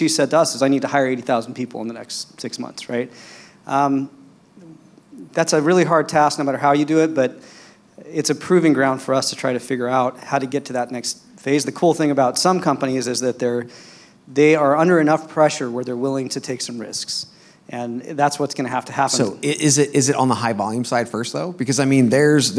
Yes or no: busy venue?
yes